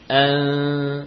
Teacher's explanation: Membaca nun dengan samar, ya, membaca nun dengan khafa, dengan khafi, dengan samar. · Term: ikhfa